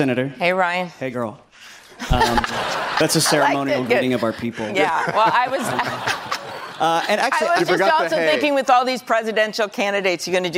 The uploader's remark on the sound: A live town hall. At The Novo in Los Angeles.